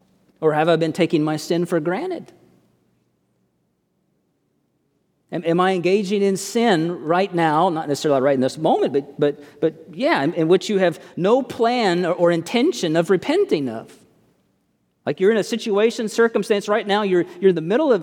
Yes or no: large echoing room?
yes